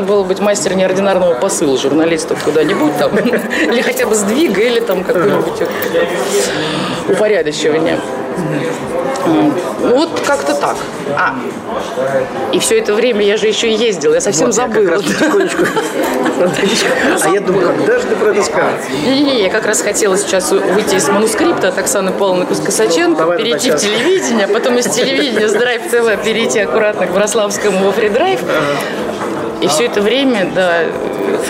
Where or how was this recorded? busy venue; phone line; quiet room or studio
busy venue